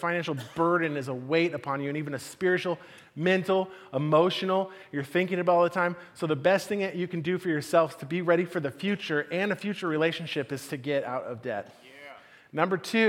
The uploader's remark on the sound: Message delivered at the Benicia campus